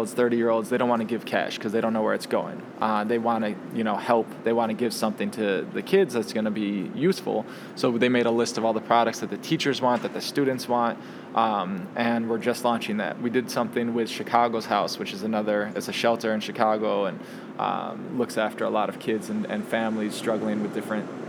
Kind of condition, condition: setting, busy venue